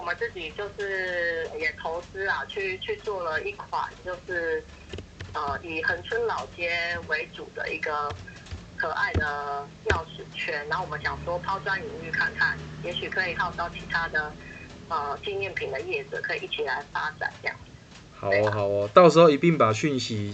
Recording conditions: phone line